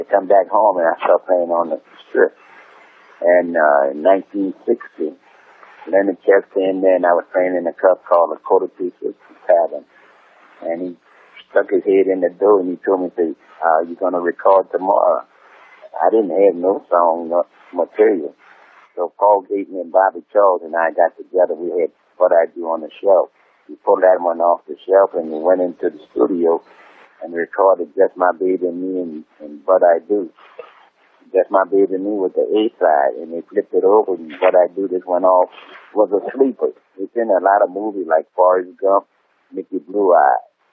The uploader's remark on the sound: But, there was an interview recorded over the telephone from before that. It went out on the radio in 2008.